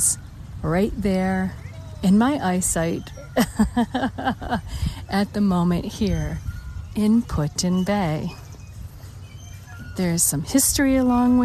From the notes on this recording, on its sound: LIVE from Put-In-Bay, Lake Erie, Ohio, USA. On the shores of Put-In-Bay, Lake Erie, Ohio, USA. This is a special on location Walk and Talk of our Mindfulness Summer Tour 2022.